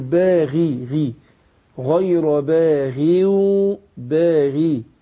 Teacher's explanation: الغين قلنا هتاخد أدنى درجات تفخيم